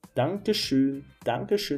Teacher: Você vai falar um i e vai fazer uma boquinha de o, como se estivesse dando um beijinho em alguém. O, o. Então, é só falar, fazer a boca do o e falar um e. · Term: o umlaut